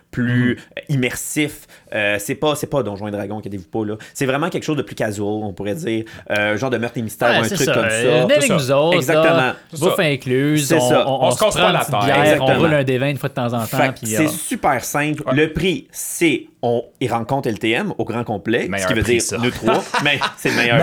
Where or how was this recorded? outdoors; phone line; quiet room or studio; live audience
quiet room or studio